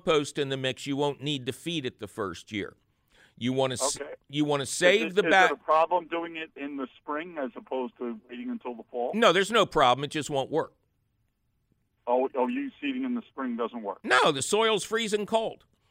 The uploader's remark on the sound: phone call questions